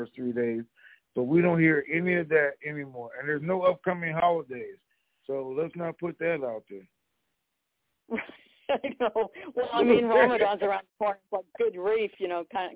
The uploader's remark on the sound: TNTSuperfantastic Conference Call